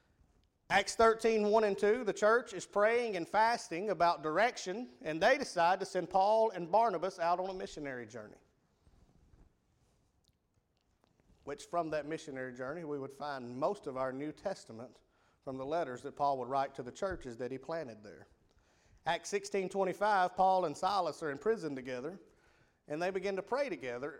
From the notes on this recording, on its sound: Rocky Valley Baptist Church evening service. PM Service.